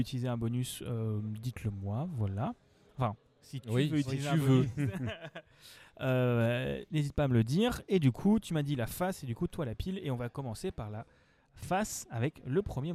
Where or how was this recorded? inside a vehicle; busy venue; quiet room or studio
busy venue